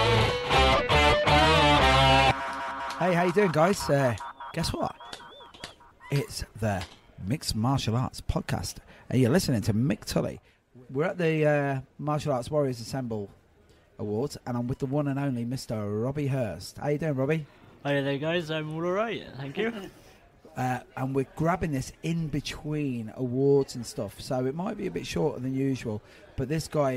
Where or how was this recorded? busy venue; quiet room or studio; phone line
busy venue